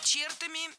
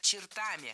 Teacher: перед нами слово с ударением на окончании во всех формах. · Shown in: second take · И здесь уже никаких исключений.